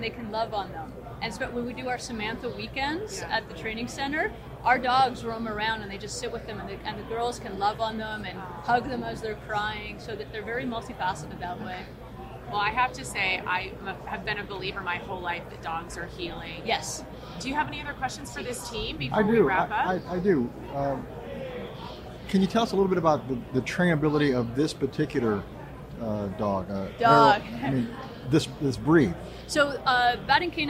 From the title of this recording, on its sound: The Unity Project What’s UP? Podcast at AmFest